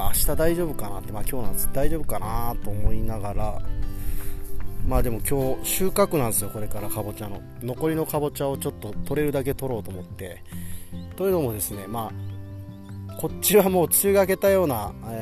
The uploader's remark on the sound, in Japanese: スマホ復活して久しぶりに畑で収録。